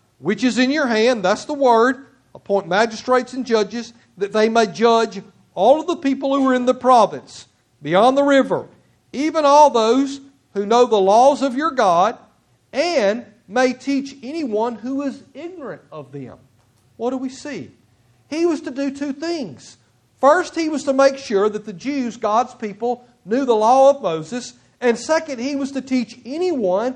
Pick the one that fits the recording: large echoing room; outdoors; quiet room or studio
large echoing room